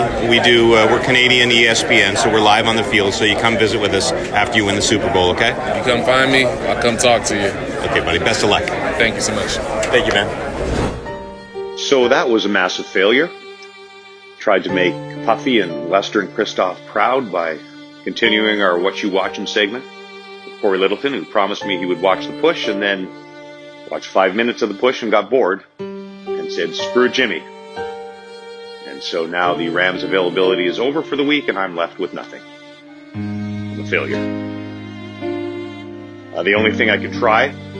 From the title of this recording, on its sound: LIVE FROM SUPER BOWL LIII